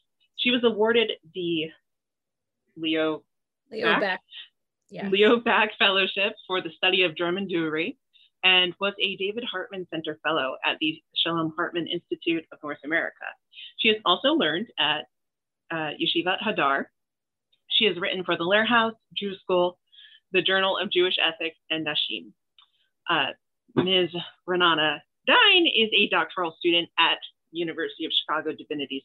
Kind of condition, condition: link, video call